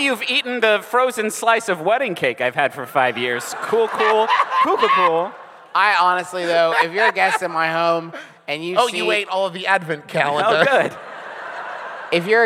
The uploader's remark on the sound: Enjoy our recent live show from New Orleans!